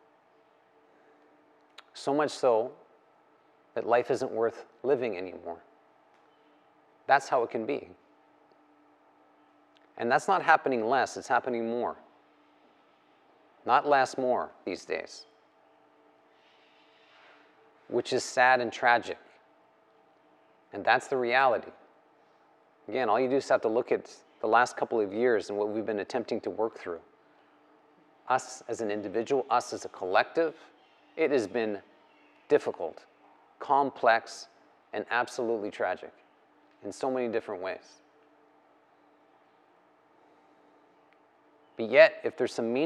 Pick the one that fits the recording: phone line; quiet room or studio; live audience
live audience